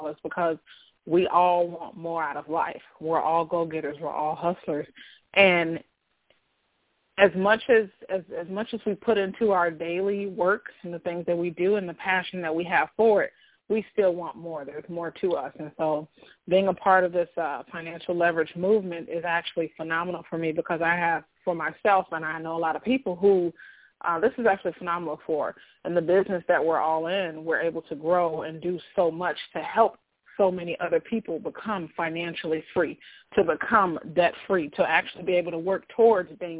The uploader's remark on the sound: On today’s cast we have two extraordinary guests on the line